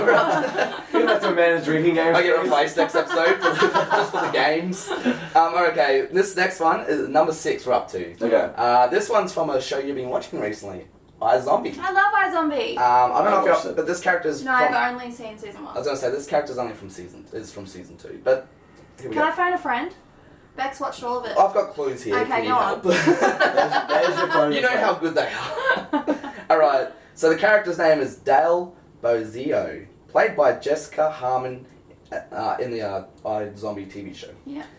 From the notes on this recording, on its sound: Unfortunately w lost the audio from the mic. We manage to salave the audio from the camera.